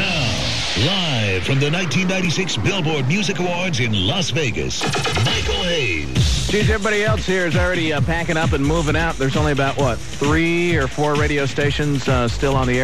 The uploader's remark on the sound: During this aircheck, KJMN was broadcasting live from the Billboard Music Awards, which was taking place in Las Vegas that year.